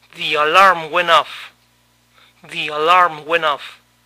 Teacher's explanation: La T final de went no se pronunció.